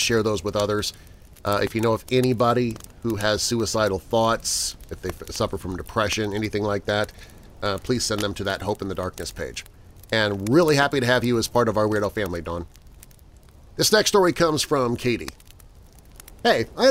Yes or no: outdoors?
yes